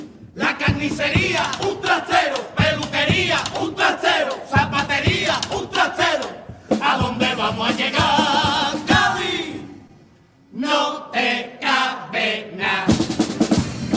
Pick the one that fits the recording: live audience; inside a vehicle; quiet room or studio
live audience